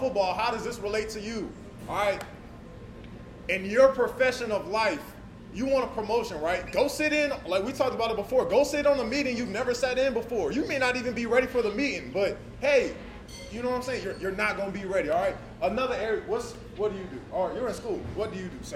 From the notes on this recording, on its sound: Hosted a live show after the Spring Game. They set up a laptop so those who couldn't make it could be part of the special night!